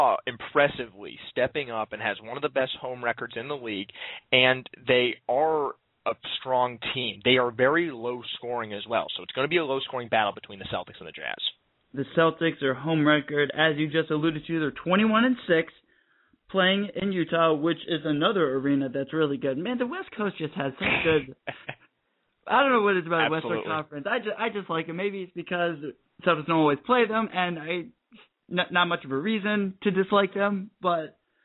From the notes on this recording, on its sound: Of ESPN 1080 out in Portland will call into the show.